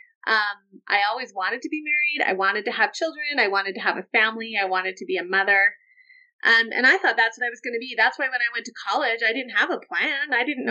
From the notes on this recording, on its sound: Sorry for the audio issues. I wasn't recording from the usual studio.